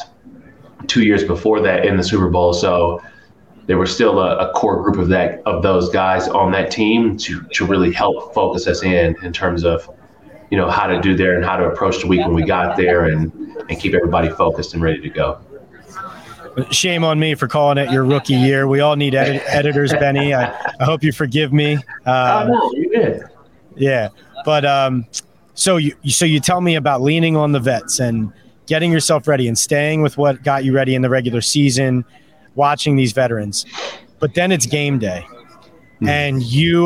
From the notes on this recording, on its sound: Hosts a Super Bowl LVII Eagles-Chiefs Preview from Media Row in Phoenix, Ariz.